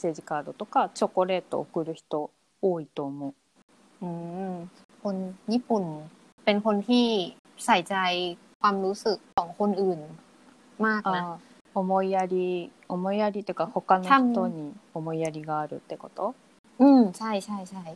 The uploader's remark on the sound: Sorry for the buzzing noise and some noisy interruptions in this episode.